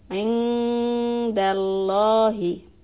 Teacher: the lam in the lafzi jalala, Allahi, is going to be pronounced la. It's heavy.